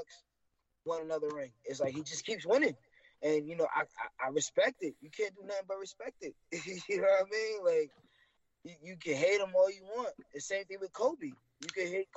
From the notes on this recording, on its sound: Unfortunately technical issues had an impact on our audio for this episode.